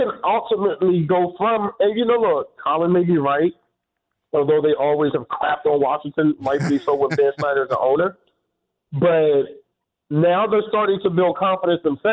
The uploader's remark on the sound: the phones are lighting up